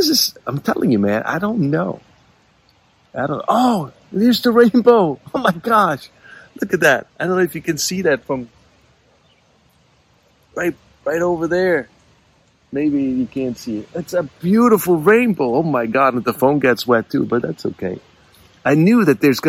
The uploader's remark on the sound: To prove that rain won’t stop me, I had to record this while I was around the fire pit in my rocking chair, with one of my cats on my lap, a pipe in one hand and a beer in the other.